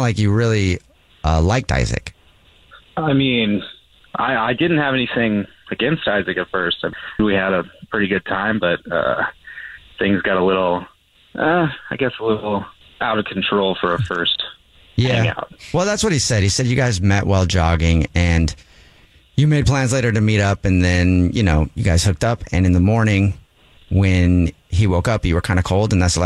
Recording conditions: phone line